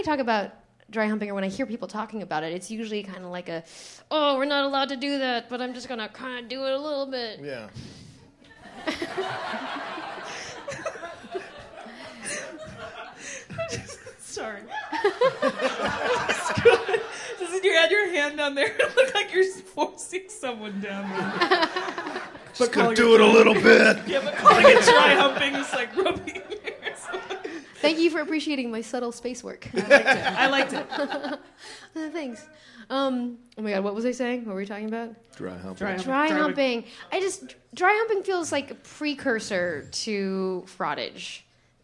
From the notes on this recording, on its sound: Live at Bridgetown Comedy Festival